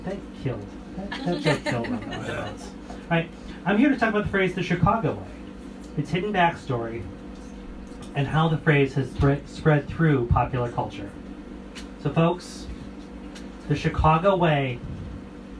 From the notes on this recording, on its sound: Recorded live March 11, 2020, at the Old Chicago Inn's Room 13 speakeasy. At the Old Chicago Inn's Room 13 speakeasy as part of Chicago for Chicagoans Chicago History 101 Speakeasy Series.